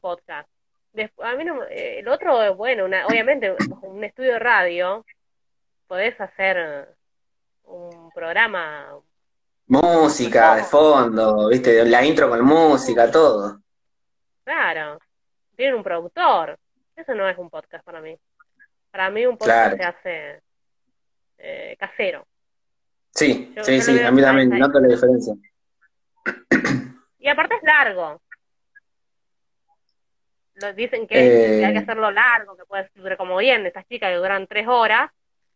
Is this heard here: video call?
yes